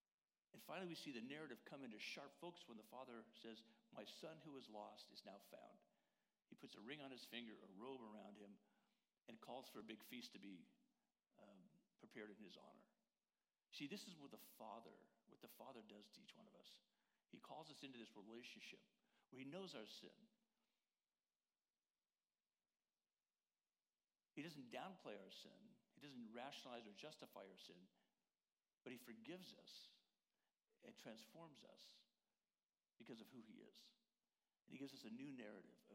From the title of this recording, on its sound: Worship Service - Audio